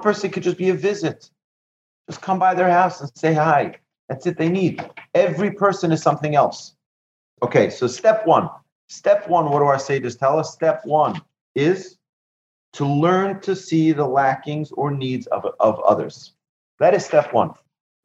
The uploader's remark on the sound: Recorded presentation to an online audience at Cong. Beth Yeshurun on May 31, 2020, in Houston, Texas.